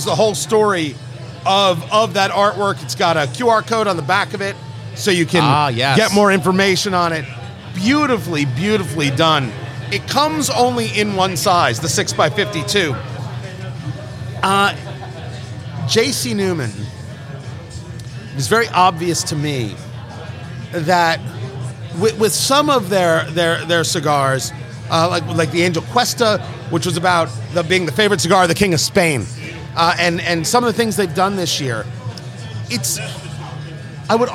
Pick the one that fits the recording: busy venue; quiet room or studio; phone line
busy venue